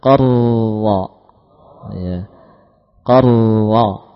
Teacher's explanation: Hanya sekali kita menggetarkan. · Term: takrir